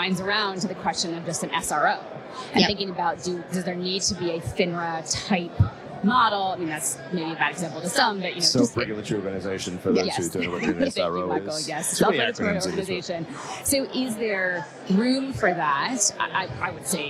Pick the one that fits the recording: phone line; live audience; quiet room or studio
live audience